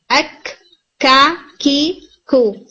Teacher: तो इसमें hit strong है जैसे कॉफ में हिट स्ट्रांग है, लेकिन कॉफ के अंदर आपने एयर बाहर नहीं निकाली होती, इसमें आपने एयर भी बाहर निकालनी, तो आपने एयर को भी बाहर निकालना है, अक का